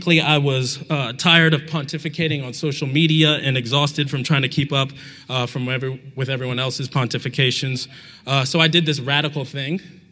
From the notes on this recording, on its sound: Talk from the JUST Gospel conference, which took place in Atlanta this past May, and it was hosted by The Front Porch.